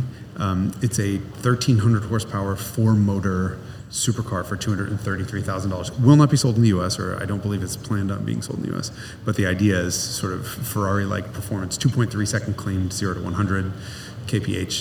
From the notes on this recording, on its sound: recorded live on location at The Amelia in lovely, rainy Florida!